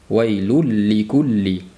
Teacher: ga aylanib ketadi to'laligicha. وَيْلُلْ لِكُلِّ Buni ham وَيْلُلْ لِكُلِّ deb ushlab turilmaydi, chunki bu g'unnasiz idg'om